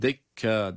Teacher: dekke derken de med ile duruyoruz. Yani bir elif miktar uzatarak duruyoruz